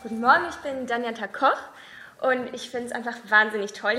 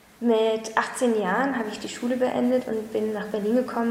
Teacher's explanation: Mittlere Sprechstimmlage, fallende Intonation, leichter, attraktiver Flüsteranteil in der Stimme · Shown in: second take